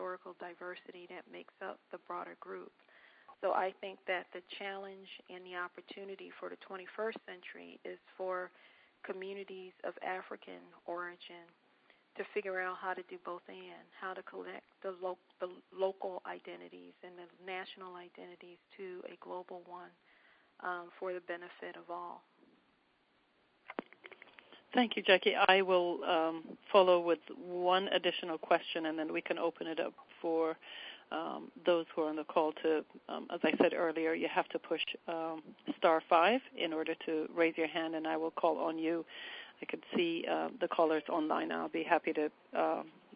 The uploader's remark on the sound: On Thursday March 31st we held our 3rd national teleconference. Then had a discussion with call participants.